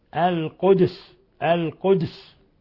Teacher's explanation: ويلزم من إسكان الدال قلقلتها لأنها من الحروف الخمسة المقلقلة المجموعة في قولنا قطب جد.